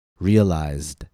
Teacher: Z is a voiced consonant. Our vocal folds vibrate when we say z. Therefore, we pronounce the ed as d.